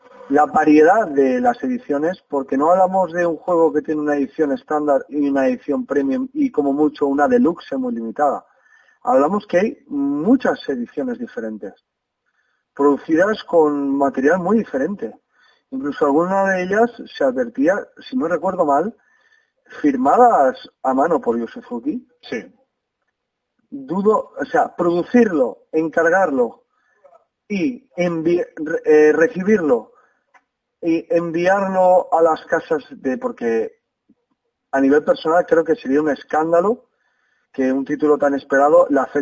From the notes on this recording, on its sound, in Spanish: Disculpad la calidad del audio porque fue llamada telefónica. Quisimos grabarlo cuanto antes para que la reacción fuese más espontánea.